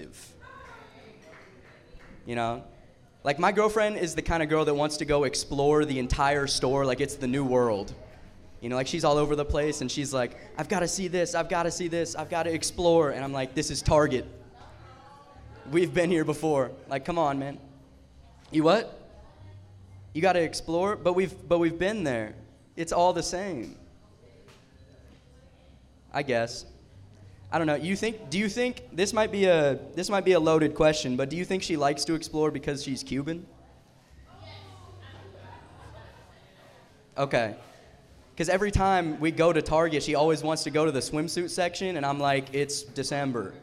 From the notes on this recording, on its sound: Talented and experienced comedians share the stage with first-timers and open-mic’ers in this late-night talk show-meets-podcast setting. Recorded LIVE from Shark's Comedy Club in Dallas, Texas.